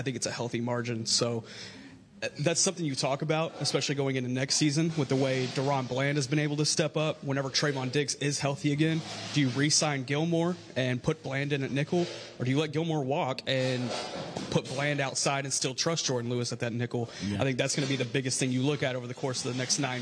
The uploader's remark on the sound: The Talkin' Cowboys crew takes the podcast on the road - live from the new Black Rifle Coffee Shop in Frisco, TX.